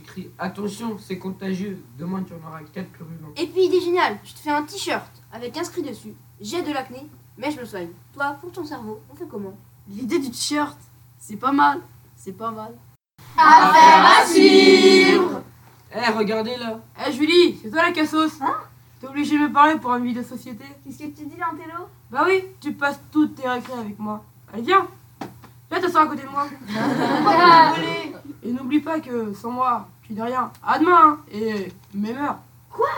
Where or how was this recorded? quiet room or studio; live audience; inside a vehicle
live audience